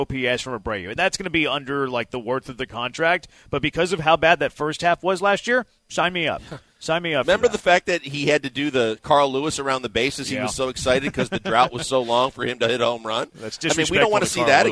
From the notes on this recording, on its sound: LIVE from X-Golf in Katy!